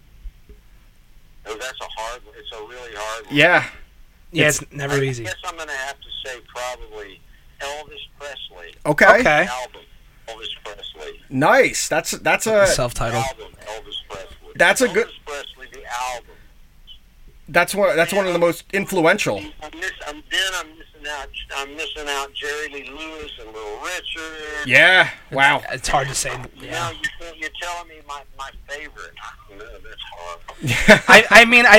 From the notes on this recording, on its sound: calls in to chat